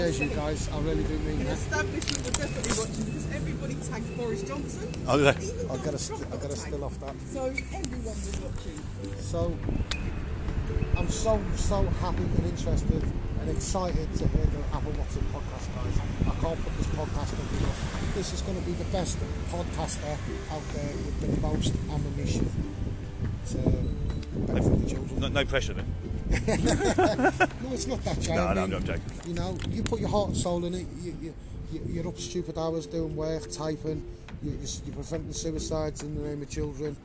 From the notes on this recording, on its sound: Returns to the streets of London with his Megaphone Talking All Sorts.